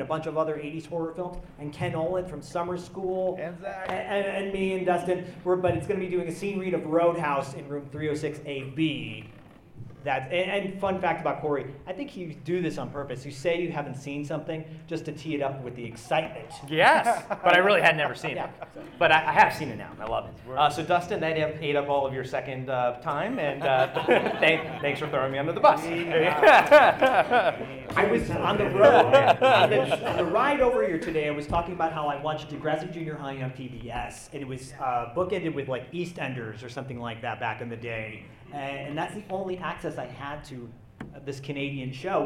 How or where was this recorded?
live audience